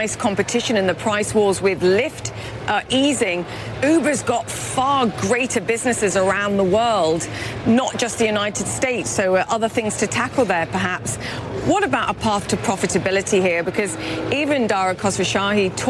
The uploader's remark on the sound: live from the New York Stock Exchange